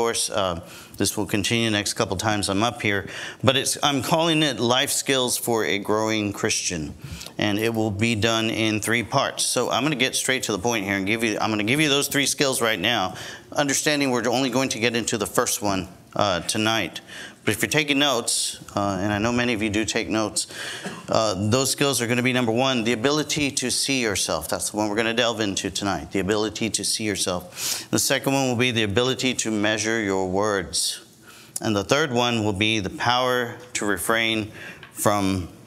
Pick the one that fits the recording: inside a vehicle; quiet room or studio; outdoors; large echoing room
large echoing room